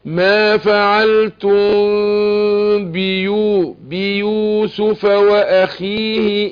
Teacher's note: إخفاء شفوي ميم ساكنة وبعدها الباء